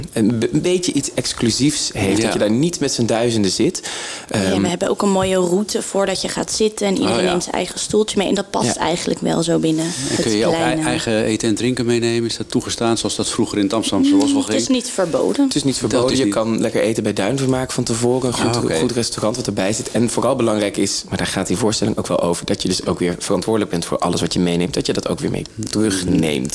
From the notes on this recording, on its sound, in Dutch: Tekst & Uitleg komt deze week vanuit het festivalhart van De Karavaan in Alkmaar. NH Radio.